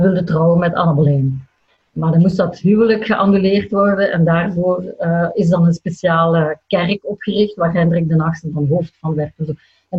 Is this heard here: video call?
yes